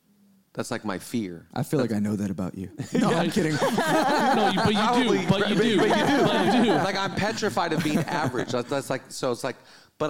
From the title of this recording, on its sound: 100th Episode Live Recording